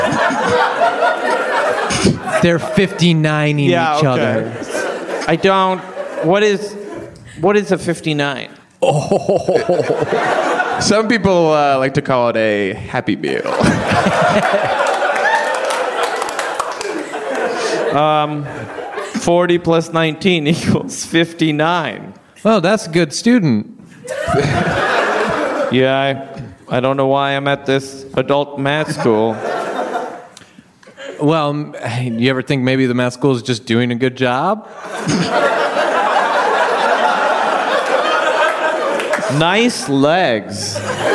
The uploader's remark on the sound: Live at UCB Sunset